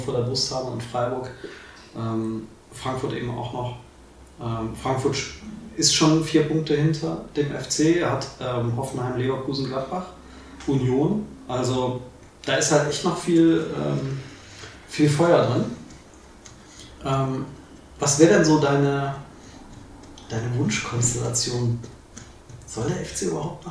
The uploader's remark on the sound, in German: Allen Tonproblemen zum Trotz